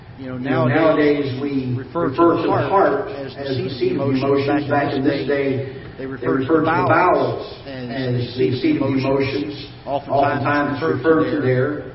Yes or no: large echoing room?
yes